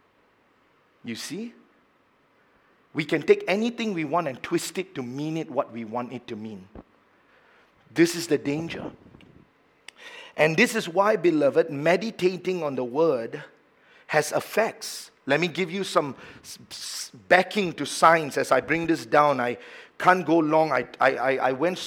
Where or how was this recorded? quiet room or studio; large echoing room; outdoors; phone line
large echoing room